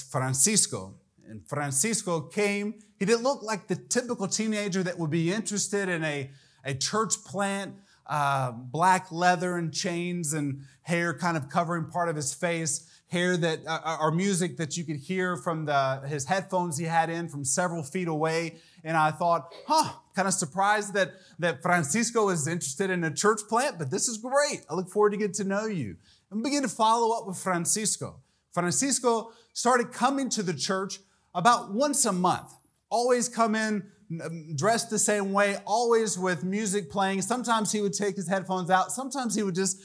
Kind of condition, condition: setting, large echoing room